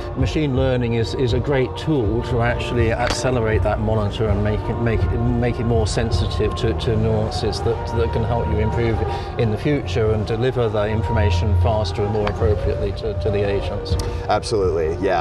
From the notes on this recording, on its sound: while at a Slack event so this one has the added bonus of being set to music